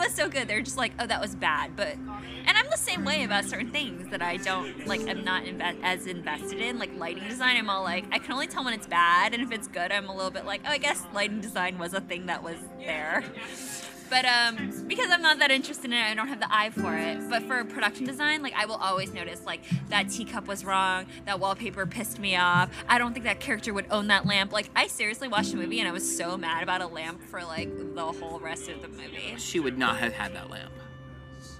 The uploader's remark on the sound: In this episode we go on location (socially distanced, of course) to chat with an art director and designer in her natural habitat: a tapas bar.